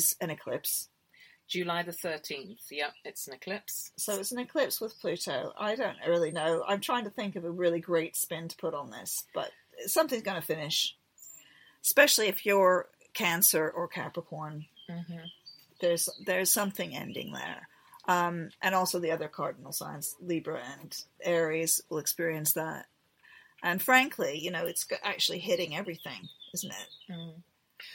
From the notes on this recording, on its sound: We record the latest podcast on a narrow boat rocking gently back and forth on the canal sipping cups of tea.